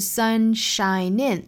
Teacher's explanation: let the sun shine in.这一句话的重读呢，应该是放到最后一个小词 in 上面，shinein，照进来这样的意思哈。那当然我们要注意呢 sunshine in 三个单词并在一起，它也是要有一个节奏感的，不能三个都重 sunshine in 不是这样，而是 sunshinein，相对来说中间的这个 shine 语调稍微低一些 sunshinein。那我们还要注意这个 shine 跟 in 之间是有连读